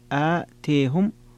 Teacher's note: وفيها عند الكسائي وحمزة الإمالة وخلف والتقليل لورش